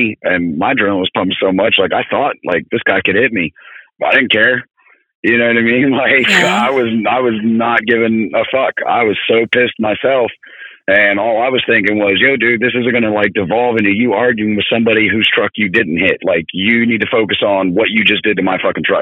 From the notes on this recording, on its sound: calls in from the road